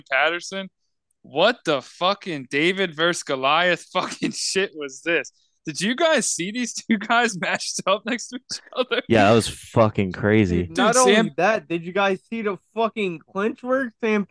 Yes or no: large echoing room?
no